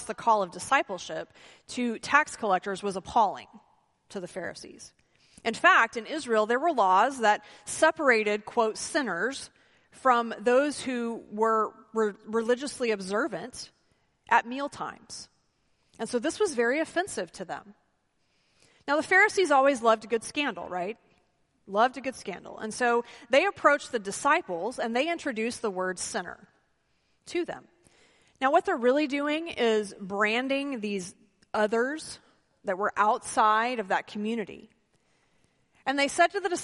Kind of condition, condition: setting, large echoing room